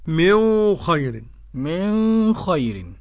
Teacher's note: قرأ الإمام أبو جعفر بالإخفاء، فالنون عند الخاء